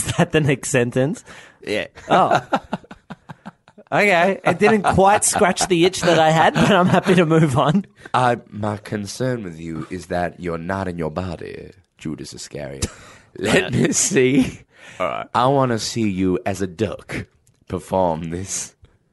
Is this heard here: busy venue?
no